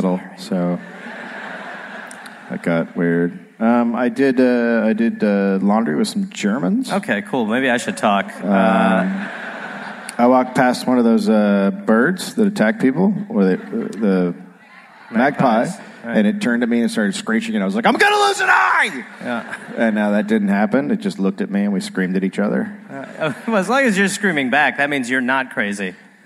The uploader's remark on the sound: Live in Perth